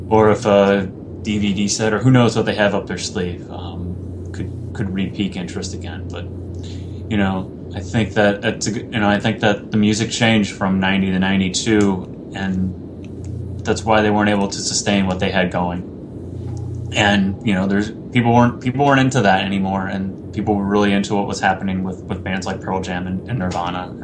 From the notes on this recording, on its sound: Please note that we had some technical issues with the audio during this episode. Our apologies for those areas of the discussion affected.